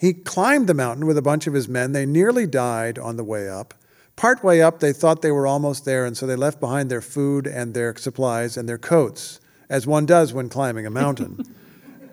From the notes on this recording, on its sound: Their conversation was recorded in front of a live audience in Atlanta.